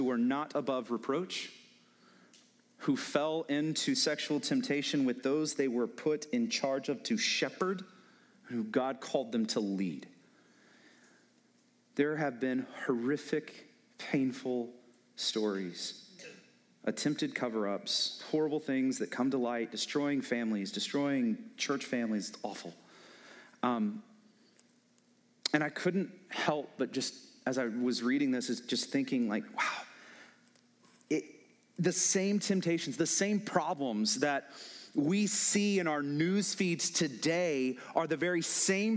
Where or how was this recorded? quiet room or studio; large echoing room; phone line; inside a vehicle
large echoing room